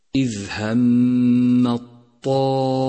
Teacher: تفخيم كبير لحرف الطاء، لأنه حرف استعلاء مفتوح جاءت بعده ألف، وهذه الألف مفخمة أيضا لأنها سبقت بحرف مفخم هو الطاء، فيصير اللفظ هكذا إذ هم الطائفتان.